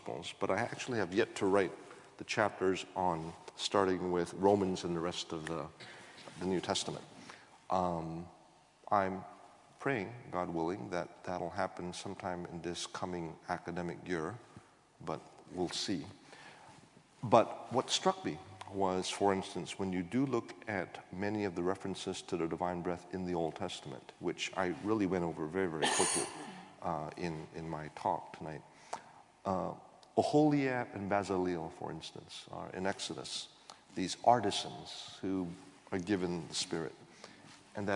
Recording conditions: live audience